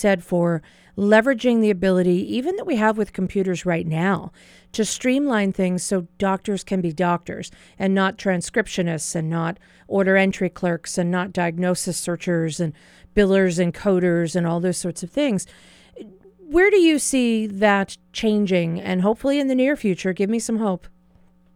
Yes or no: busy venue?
no